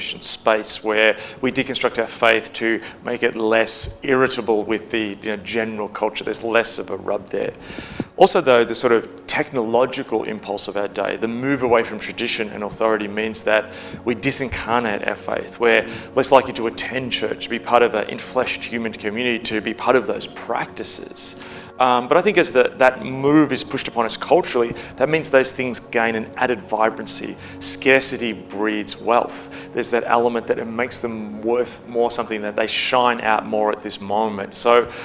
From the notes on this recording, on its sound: from Session 1 of Fabric City Conference 2018